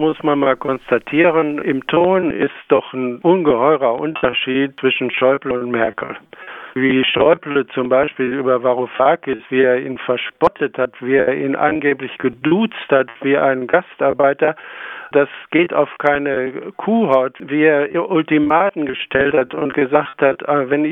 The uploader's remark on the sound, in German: Audioqualität der Telefonleitung leider mittelgut!